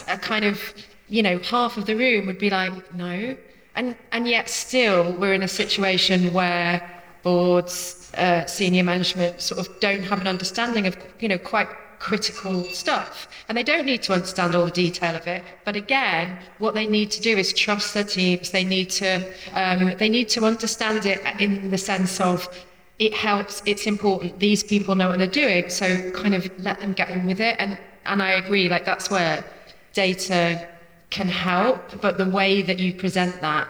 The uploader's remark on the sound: Recorded live onstage at Ticketsolve's Recharge 2023 forum at Conway Hall in London in February